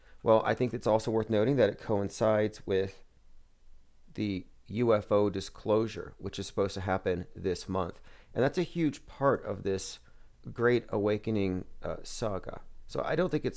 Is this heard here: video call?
no